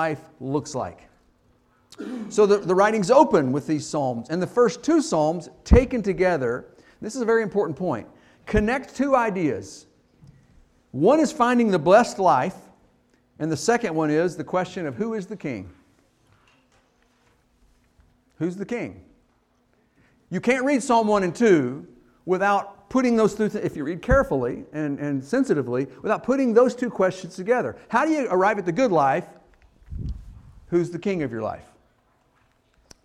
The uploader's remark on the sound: Fuquay-Varina church of Christ sermon audio from Sunday, February 11, 2024.